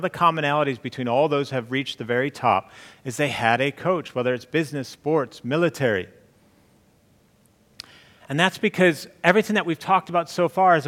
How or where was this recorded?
live audience